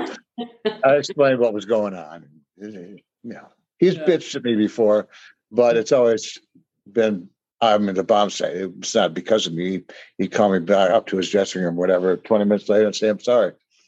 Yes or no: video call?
yes